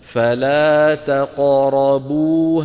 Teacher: التاء مرققة، القاف مفخمة مقلقلة